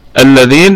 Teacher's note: وغنة النون في حالة الوقف ستكون في الدرجة الرابعة لأنها ساكنة، وفي حالة الوصل ستكون في أقل درجات الغنة لأنها متحركة في الدرجة الخامسة.